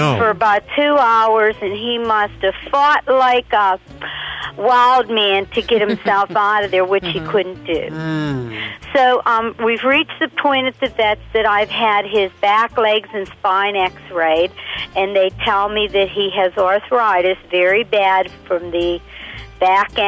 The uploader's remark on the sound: Your phone calls